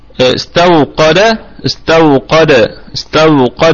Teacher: لما نقف عليها هتكون الدال دي ساكنة متطرفة، فهي قلقلة